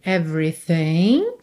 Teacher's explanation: O G final também não é pronunciado